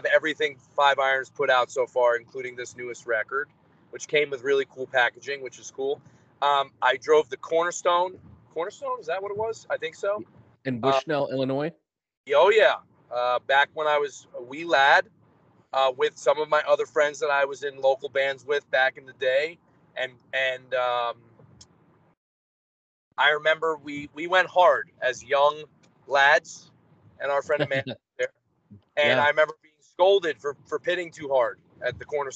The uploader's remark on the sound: while he was driving back home with a friend